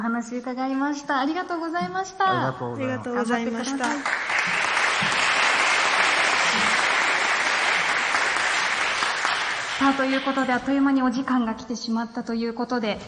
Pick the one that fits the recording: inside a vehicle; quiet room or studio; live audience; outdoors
live audience